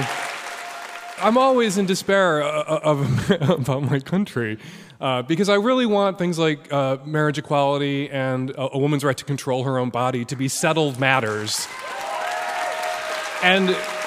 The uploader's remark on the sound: LIVE from The Castro Theatre in San Francisco, California.